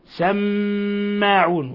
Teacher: قوله تعالى سماعون، الميم مشددة تغن مقدار حركتين، سماعون، ولاحظوا إطباق الشفتين وغن من الخشوم